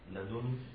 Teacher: لدن بفتح اللام وضم الدال وجزم النون وهي افصحها